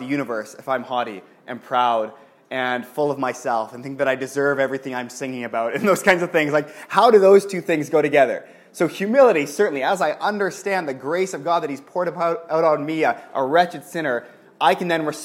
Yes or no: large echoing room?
yes